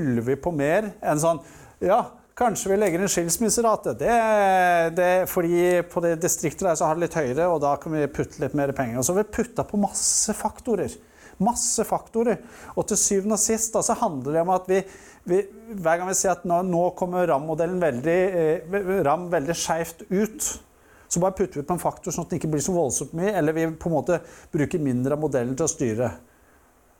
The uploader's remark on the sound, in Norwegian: Dette er del 2 av tre deler som ble spilt inn under PF Sør-Vest sin sivilsamling april 2021.